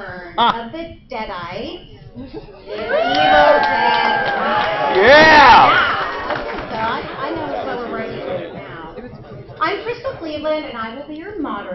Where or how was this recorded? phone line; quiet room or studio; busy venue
busy venue